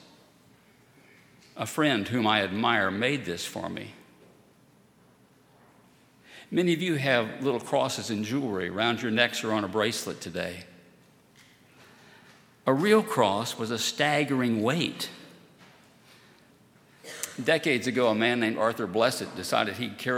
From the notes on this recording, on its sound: At Highland Baptist Church.